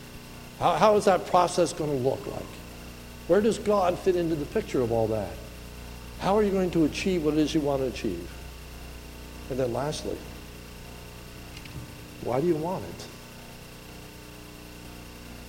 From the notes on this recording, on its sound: This is a sermon recorded a the Lebanon Bible Fellowship Church in Lebanon, PA on 1/6/2019 during the morning service